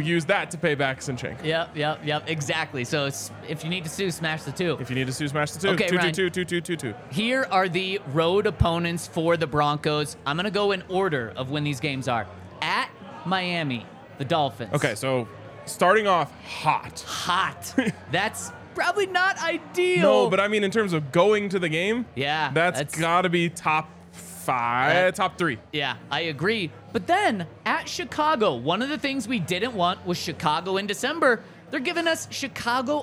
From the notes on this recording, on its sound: LIVE from the DNVR Bar